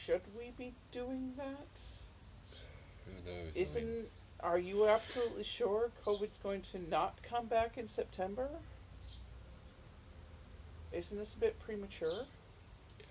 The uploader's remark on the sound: In this episode the birds are making more noise than we were.